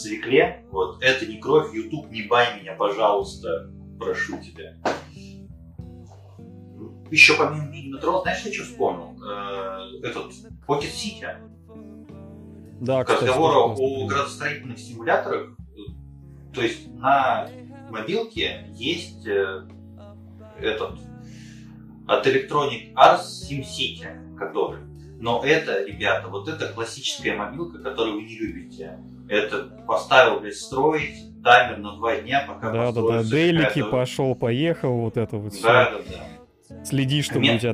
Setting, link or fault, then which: fault, poor sound quality